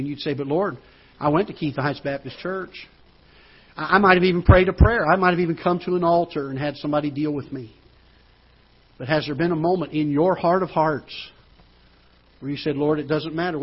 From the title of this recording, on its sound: Ketha Heights Baptist Church ~ Live Broadcast